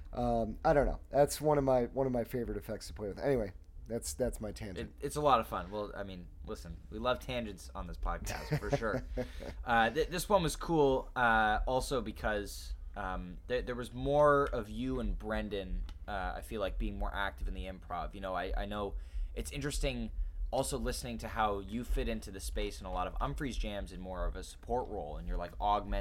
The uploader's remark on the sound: At Summer Camp Festival 2023. In the midst of a whirlwind weekend at the final Summer Camp Music Festival, I sat down.